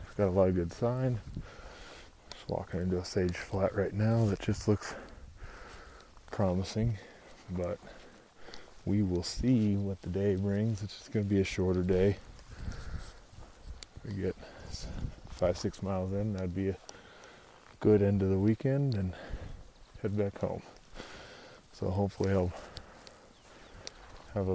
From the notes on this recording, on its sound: In this episode you will follow me around the woods of Unit......a trophy unit with big bulls everywhere and we are looking for sheds. We recorded this in the field.